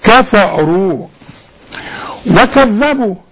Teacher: ليه غلطنا في كفروا ديت؟ علشان الراء تخينه، كل راء مضمومه مفخمه